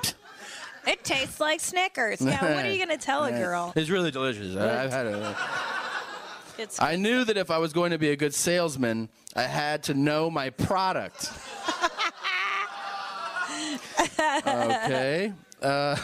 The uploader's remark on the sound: Live From Pasadena